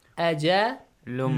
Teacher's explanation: Wa ajalun musamma will be pronounced as ajalum